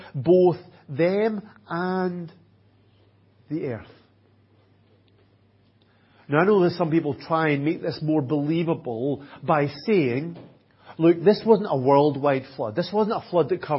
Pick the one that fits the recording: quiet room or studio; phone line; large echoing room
large echoing room